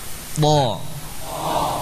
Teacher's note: to juga punya sifat isti'la, ya, naik arah suaranya ke atas. · Ada pun to, maka sangat kuat sehingga nafas tertahan.